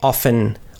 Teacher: So that would be a small difference between Americans and Canadians, because as you probably noticed, Americans, we drop the T sound usually. We don't say it.